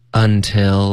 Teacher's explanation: 开头的 until 的 n 也要注意，别发成一个 ng 的音，它是一个顶舌尖的 n · I laid off it.对对，就是这么说的。这里就是开头的部分，就是还挺简单的。可是大家要注意的是，until 这个字经常会被说错。最重要的是 till 结尾的 l 的音，大家一定要顶舌尖，不要动嘴唇，别发成 tu